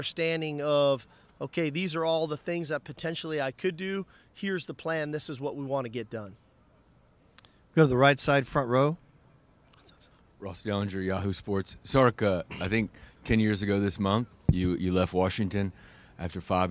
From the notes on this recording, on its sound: speaks at Sugar Bowl Media Day